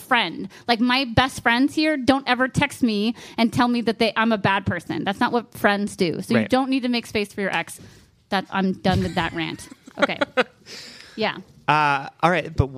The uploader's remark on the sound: Live From Oklahoma. Recorded live at Second Wind Coffehouse in Norman, OK.